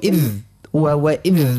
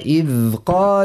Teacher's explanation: لكن نقول وإذ ذا الحرف رخوي، يعني جريان الصوت معاه ما نعملوهوش هكا كأنه مش نقولش وإذ وإذ هكا وننزلوا على اللسان، ما هو طرف اللسان يخرج ما بين الثنايا، نحاولوا نخليه ياخذ حقه الصوت · Shown in: second take · نقولوا وإذ قال مش و ها ما نشدهوش برشا يعني كي ننزلوا عليه باش ما نحصروا الصوت ما نخليهوش يخرج.